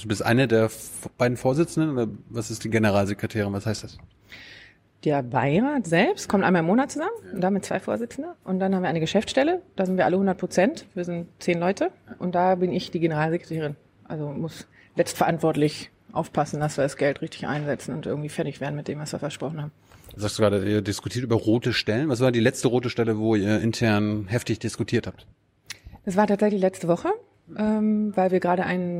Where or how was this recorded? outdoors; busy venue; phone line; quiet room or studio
busy venue